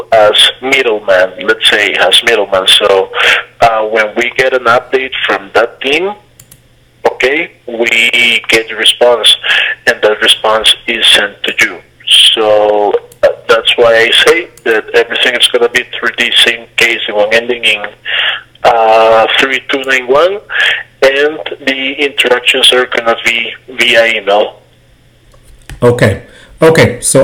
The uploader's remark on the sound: LIVE call in to Amazon Support. As I call into Amazon Seller suppor to get a problem solved.